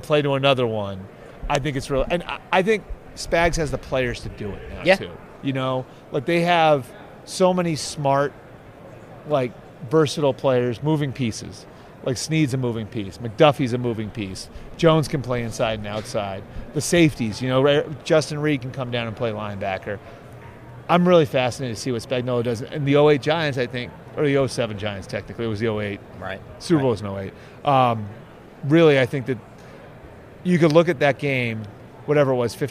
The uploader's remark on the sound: live from the Super Bowl media day in Vegas